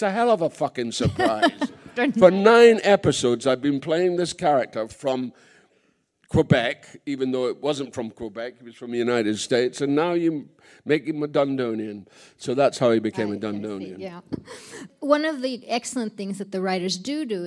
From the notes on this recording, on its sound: Recorded live on stage. Recorded at the premiere event in Stockholm, Sweden.